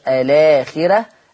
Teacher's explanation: قرأ ورش بترقيق الراء في لفظ الآخرة